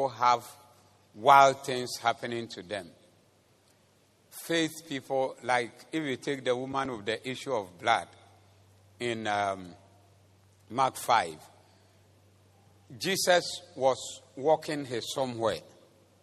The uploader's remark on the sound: Preached at the Zeloo Service